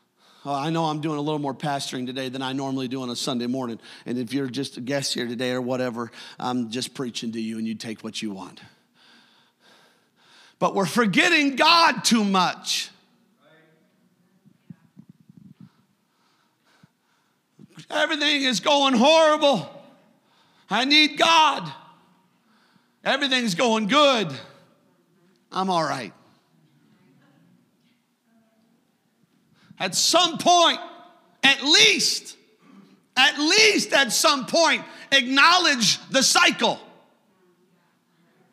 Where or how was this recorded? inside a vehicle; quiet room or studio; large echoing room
large echoing room